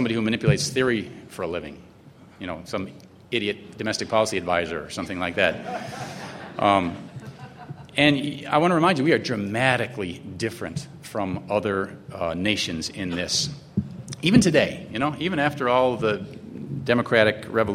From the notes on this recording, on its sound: Delivered an address at the 2006 Annual National Lawyers Convention on Thursday, November 16.